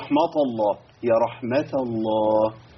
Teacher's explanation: القارئ يصل التاء بلام اسم الجلالة المفخمة، يستعد للتفخيم من التاء